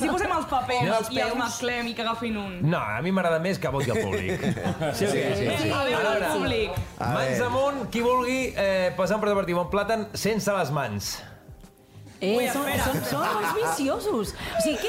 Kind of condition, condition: setting, live audience